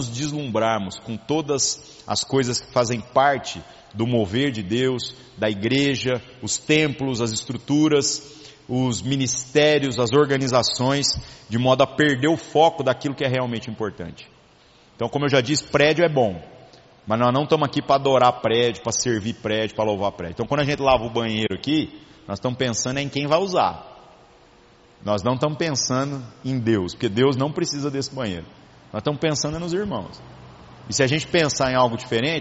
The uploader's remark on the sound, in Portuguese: Gravado em 01/05/2019 na Igreja Sal da Terra - Manifesto, em Uberlândia-MG. Culto semanal de exposição Bíblica.